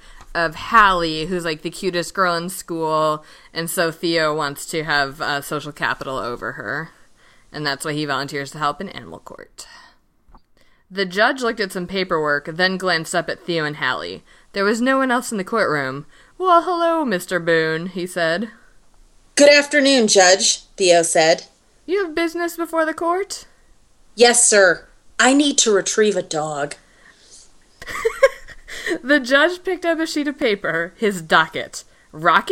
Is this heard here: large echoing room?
no